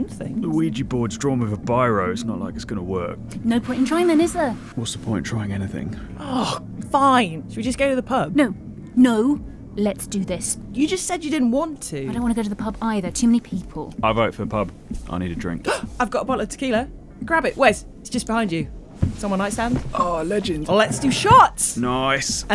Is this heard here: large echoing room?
no